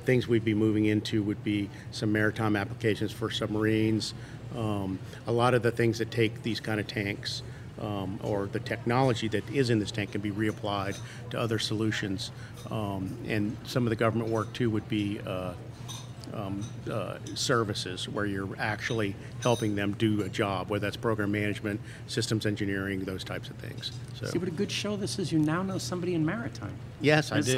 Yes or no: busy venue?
yes